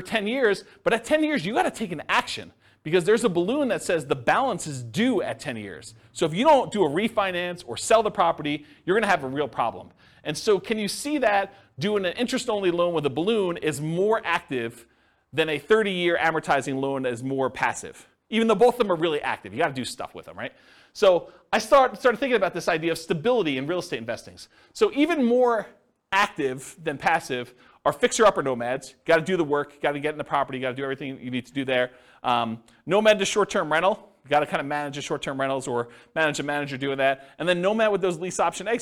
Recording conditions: live audience